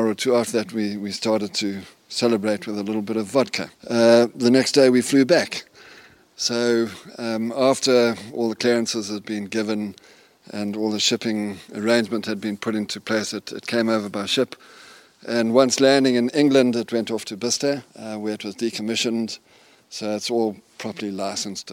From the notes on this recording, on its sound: Get to drive round the Wiltshire countryside in a T34 Russian tank. Enjoy the sounds and smells from inside the tank.